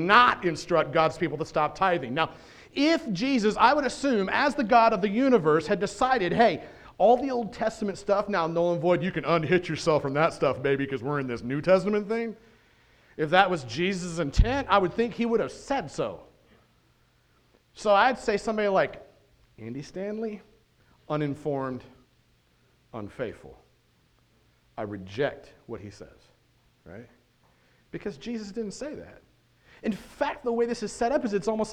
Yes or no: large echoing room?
yes